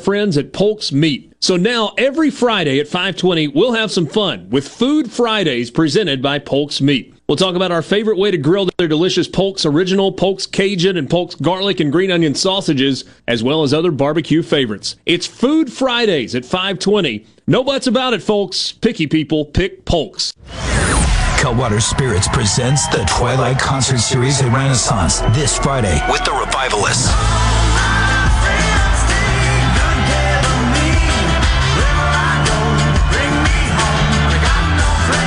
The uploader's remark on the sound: The JT Show broadcasts LIVE from The Neshoba County Fair.